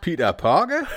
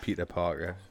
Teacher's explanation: a glottal stop before the K · Shown in: first take